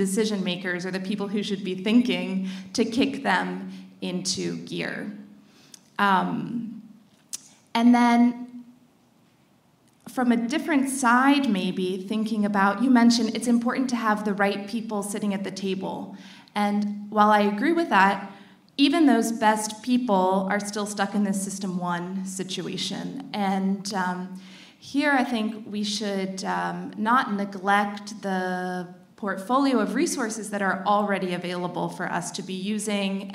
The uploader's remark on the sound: Recorded at Productized Conference 2023. Roundtable discussion.